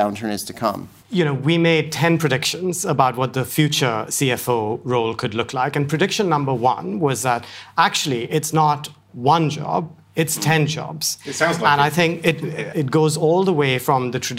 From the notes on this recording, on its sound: Today’s podcast was recorded at our 2019 CFO Forum